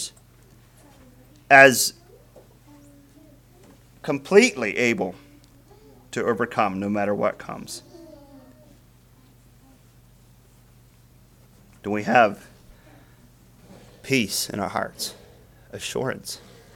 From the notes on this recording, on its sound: Message preached at Word of Hope on June 4, 2023